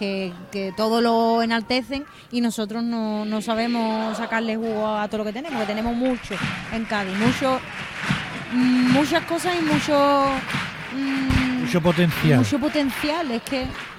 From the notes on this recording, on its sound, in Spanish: En directo desde el Gran Teatro Falla de Cádiz, escucha la retransmisión del Concurso Oficial de Agrupaciones Carnavalescas del Carnaval de Cádiz 2024 en Onda Cero.